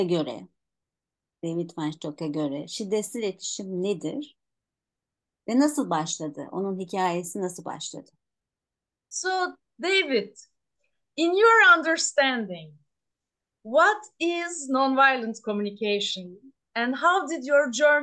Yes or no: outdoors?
no